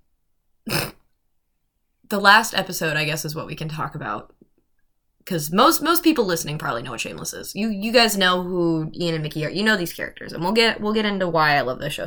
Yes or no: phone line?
no